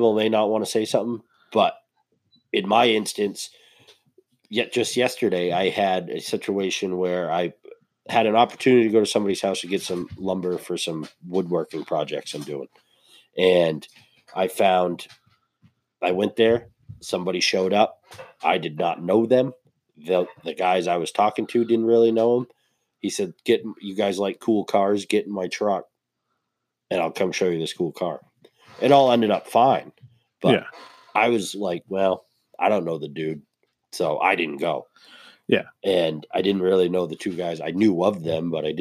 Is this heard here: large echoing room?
no